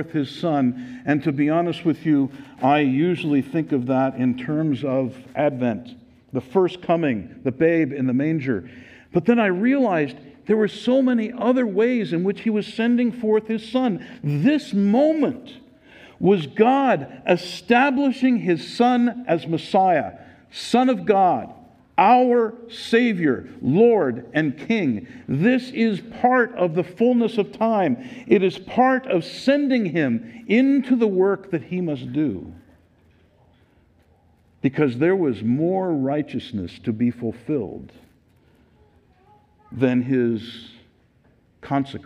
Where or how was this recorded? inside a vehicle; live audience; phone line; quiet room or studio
live audience